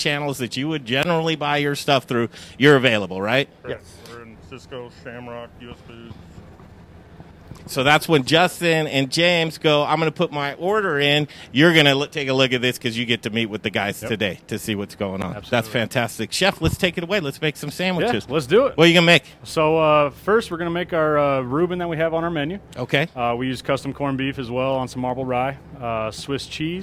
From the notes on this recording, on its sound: We're live at Blake Street Tavern downtown